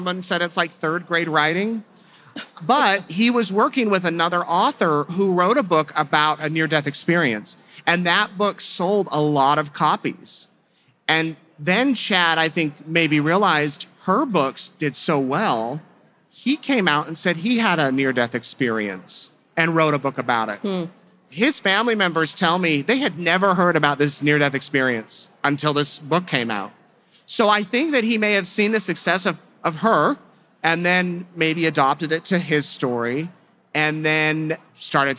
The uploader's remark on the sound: This live episode was recorded at CrimeCon in Las Vegas in April 2022.